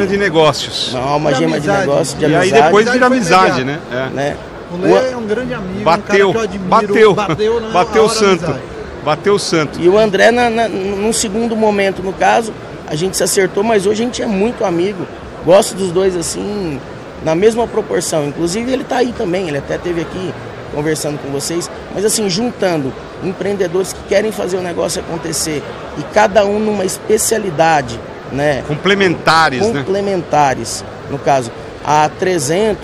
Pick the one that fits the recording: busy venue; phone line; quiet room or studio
busy venue